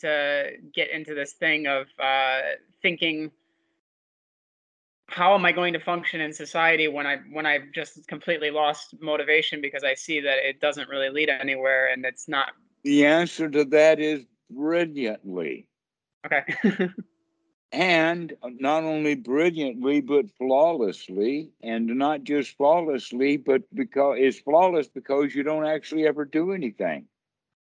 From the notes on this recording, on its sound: skype calls on this channel